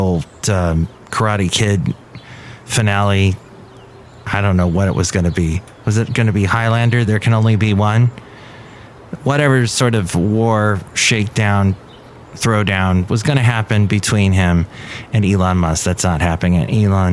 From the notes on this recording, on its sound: Podcasts live from Café Anyway.